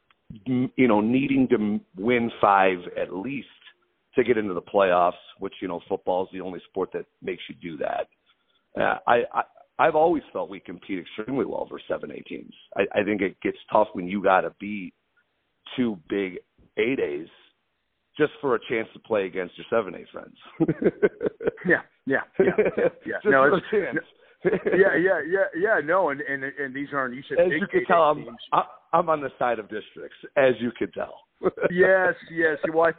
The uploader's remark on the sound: The conversation was done over the phone so the audio quality is good but not great.